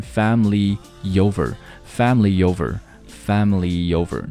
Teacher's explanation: family 和 over 有连读 family over 中间似乎有一个 yeah 一样这样的音 family over, family over, family over 注意了这个 family 后面是一个长音 e 不是 family,、啊、不是 family,、啊、是 family, family over